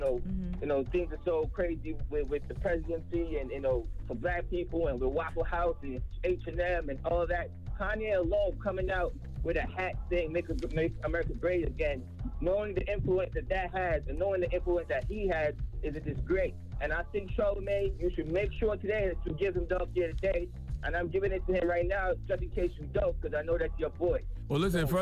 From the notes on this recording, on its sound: We had to open up the phone lines and see what our listeners thought about …'s comments about Trump.